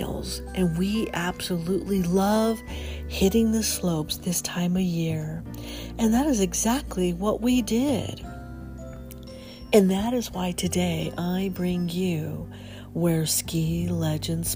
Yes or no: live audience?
no